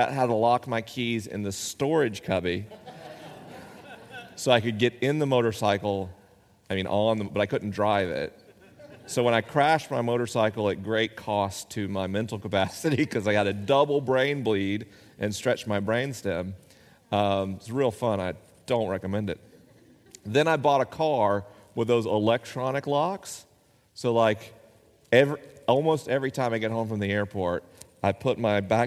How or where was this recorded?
live audience